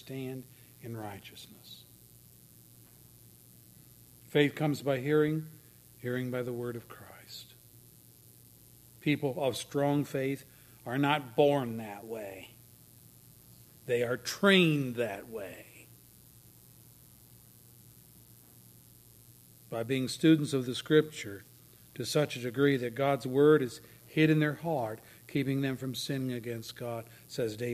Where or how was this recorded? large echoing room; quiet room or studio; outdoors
large echoing room